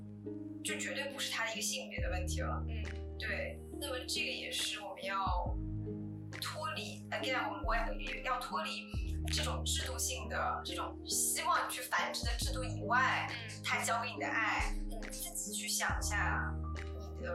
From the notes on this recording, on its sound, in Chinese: 这是我录制的第二期播客，在技术上我遇到了一些难题。虽然剪辑了三遍，但是声音效果还是有很大的提高空间。